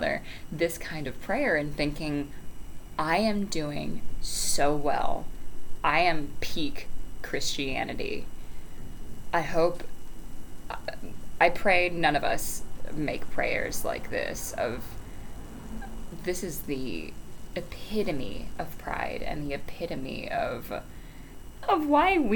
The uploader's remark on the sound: Also, i did get a new microphone, but the background is extra loud because i had the windows open otherwise I'd suffocate from the heat.